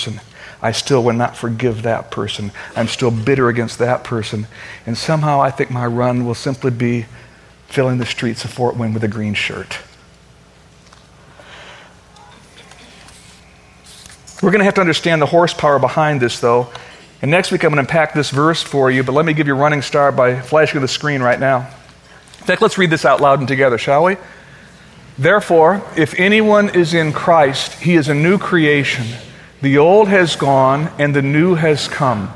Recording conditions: large echoing room